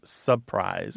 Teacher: That first R is gone.